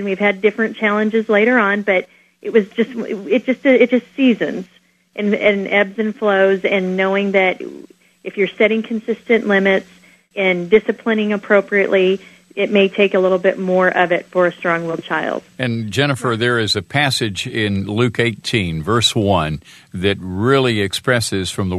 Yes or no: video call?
no